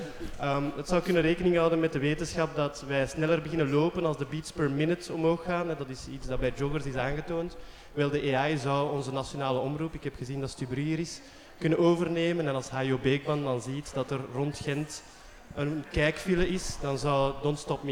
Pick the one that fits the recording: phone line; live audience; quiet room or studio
live audience